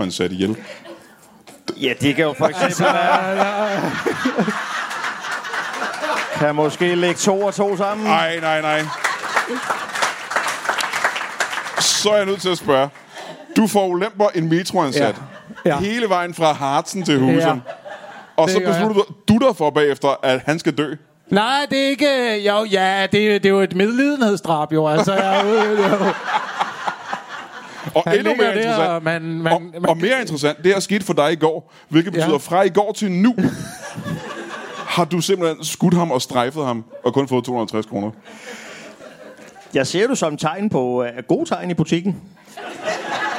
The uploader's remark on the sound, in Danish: LIVE fra Næstved